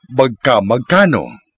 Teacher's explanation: The O in the last syllable becomes U in the first half of the new duplicated word.